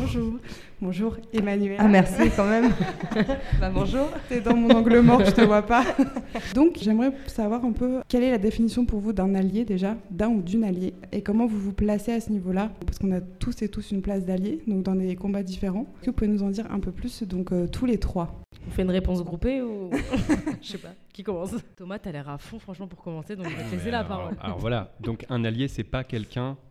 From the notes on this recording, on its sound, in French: Cet épisode a été enregistré en public, lors du festival "Sans Oui C'est Non" en octobre 2022 à Strasbourg.